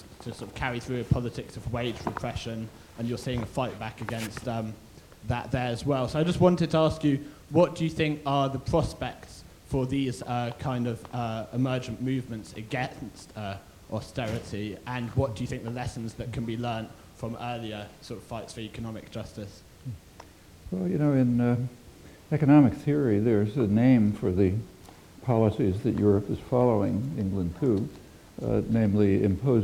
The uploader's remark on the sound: UCL Rickman Godlee Lecture 2011 (Part 3 of 3): Questions & Answers